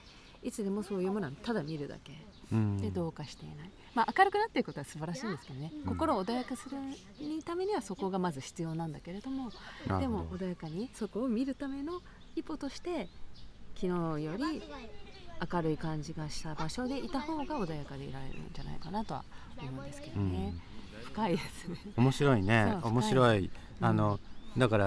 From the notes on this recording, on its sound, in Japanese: 再び、松本市の「あがたの森」の中で収録を始めました。初夏の空気の中で、鳥の声や公園で遊ぶ家族の声、時には市の広報車の音も入って、穏やかな休日の朝の風景です。